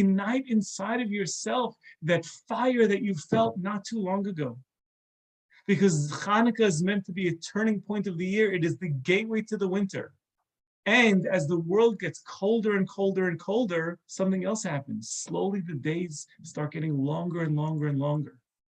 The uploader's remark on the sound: This is a recording of a zoom talk